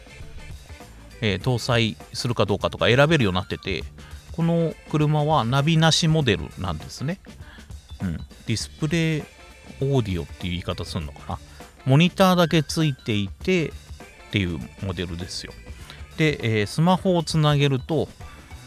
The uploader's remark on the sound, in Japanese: 車で収録、5000km走った現在。